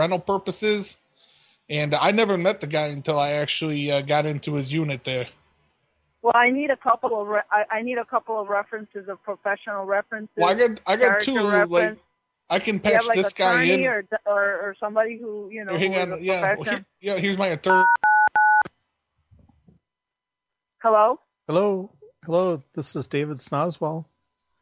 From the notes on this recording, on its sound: Prank Phone Calls Collection.